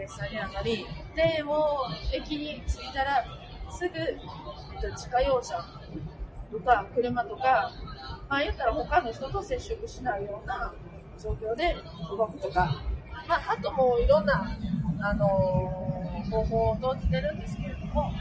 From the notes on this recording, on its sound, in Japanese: 新幹線の車中で収録をしたので。かなり雑音が入って聞きづらいですが、。